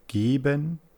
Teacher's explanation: man merkt, die Stimme schwingt mit beim G, geben. Sie ist stimmhaft mit einem schwachen Spannungsgrad, also lenis.